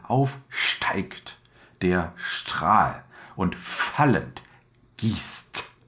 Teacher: Und bei den Konsonanten, wenn man sich die etwas genauer anguckt, stechen Zischlaute hervor. Wie st und S, die gleichfalls das belebte Wasser symbolisieren.